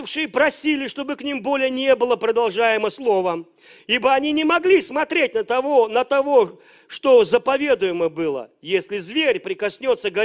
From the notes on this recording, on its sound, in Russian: Запись с молодежного служения из Церкви Божьей города Ярославля